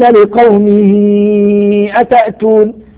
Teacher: مد صلة كبرى لوقوع الهمز بعد هاء الضمير